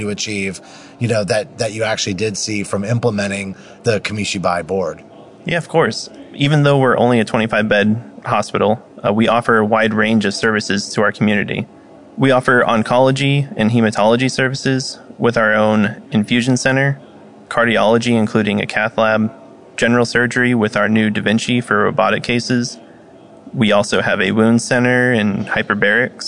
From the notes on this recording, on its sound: live at AHRMM23 in Orlando